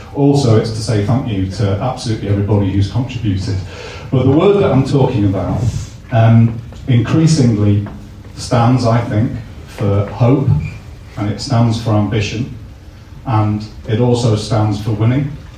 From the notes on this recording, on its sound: Attended a talk in which we have recorded for you as a podcast. Sadly we the professional audio was lost on the night but we have this back up audio to bring you what was a great night.